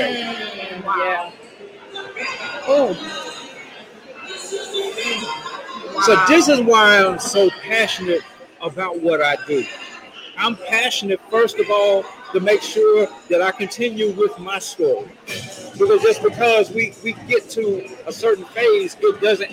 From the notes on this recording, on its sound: This special broadcast is live from the Mind,Body & Spirit event in Dallas,TX.